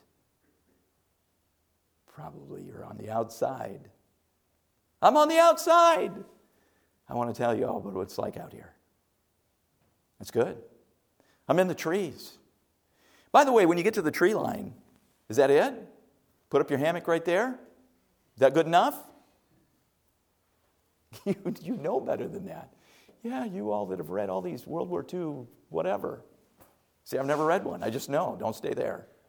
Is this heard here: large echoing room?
yes